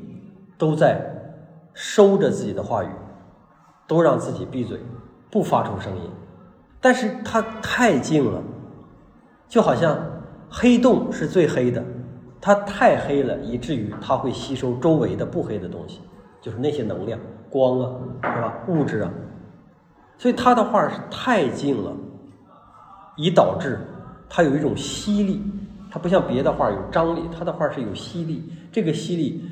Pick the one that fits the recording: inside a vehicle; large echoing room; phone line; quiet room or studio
large echoing room